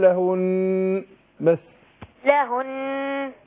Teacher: ادي غنة للنون طالما هي مشدده